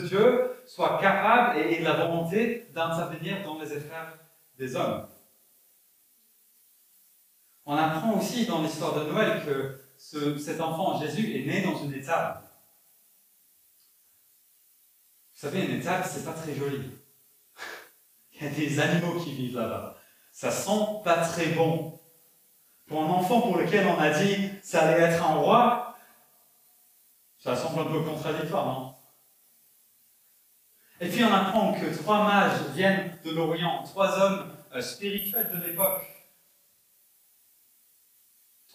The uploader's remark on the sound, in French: Enregistré à l'église CVV, le 12/12/2021